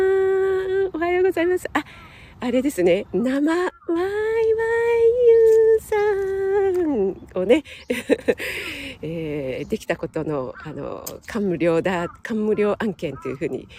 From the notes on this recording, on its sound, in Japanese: 野外ため、鼻水ズルズルすみません